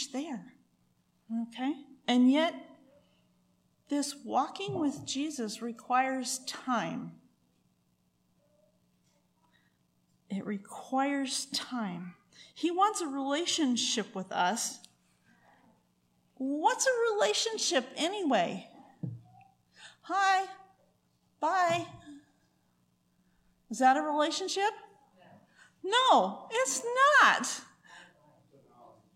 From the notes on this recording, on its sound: recorded on December 30, 2023, at Ringgold Seventh-day Adventist Church